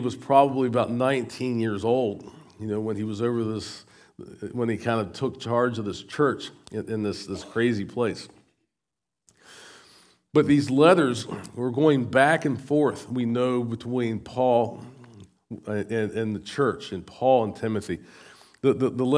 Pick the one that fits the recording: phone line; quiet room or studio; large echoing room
large echoing room